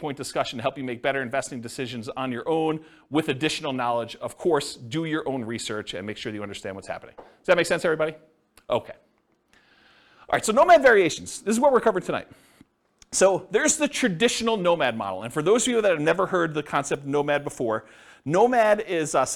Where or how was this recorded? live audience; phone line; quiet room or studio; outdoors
live audience